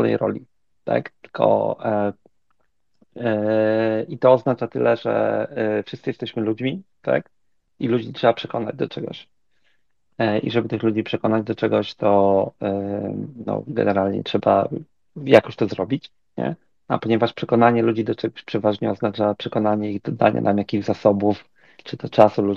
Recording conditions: video call